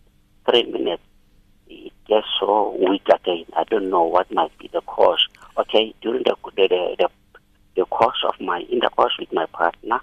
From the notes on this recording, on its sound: PHONE-IN